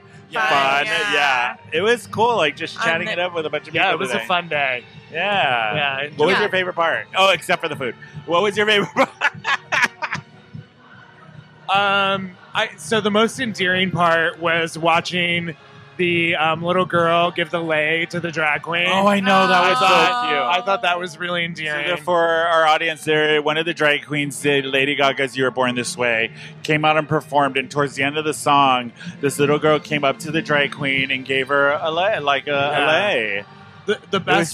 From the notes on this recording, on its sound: This week the gang is out of the studio and recording live from the San Diego County Fair for Out At The Fair.